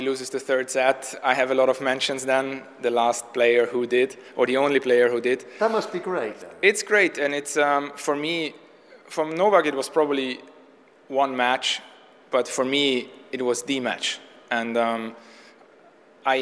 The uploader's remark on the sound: One week on from the last Nitto ATP Finals in London we bring you some of our favourite moments and chats from eight days of live broadcast at the O2.